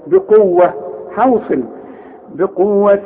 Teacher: التاء المربوطه تديك ه عند الوقف